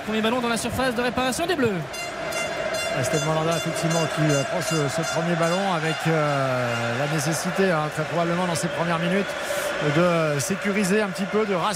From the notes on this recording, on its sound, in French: en direct de Al-Rayyan